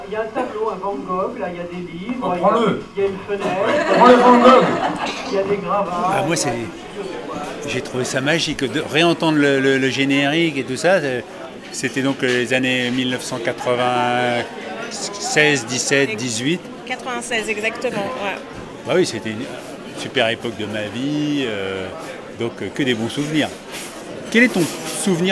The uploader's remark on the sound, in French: cette Balado au festival Longueur d'Ondes à Brest